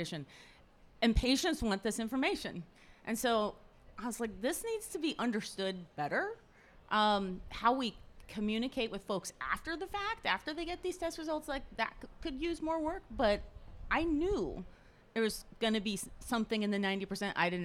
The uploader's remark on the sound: This conversation was recorded live at the 2023 Nordic Summer Social in Madison, WI.